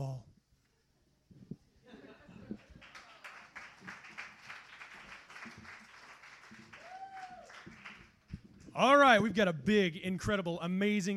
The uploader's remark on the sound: This is the earliest known recording of the Kzoo Poetry Slam at Kraftbrau Brewery.